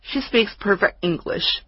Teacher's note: 你连 T 都在老外的嘴里面听不到